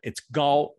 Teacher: the correct way to say it in Mandarin Chinese is not even a K sound. It's a G sound. It's Gal. Gal is how you say the last name instead of Cal.